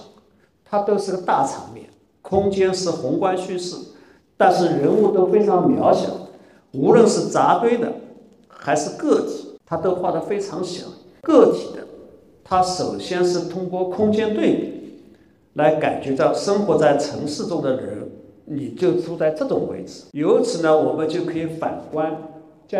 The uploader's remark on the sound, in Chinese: 本期播客是艺仓美术馆线下公教讲座现场实录